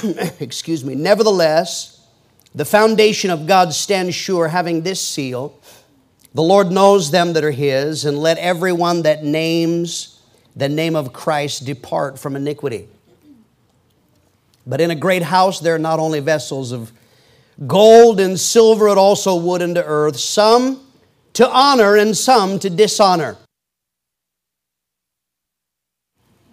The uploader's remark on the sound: PREACHED IN MCMINNVILLE FRIDAY PM 2011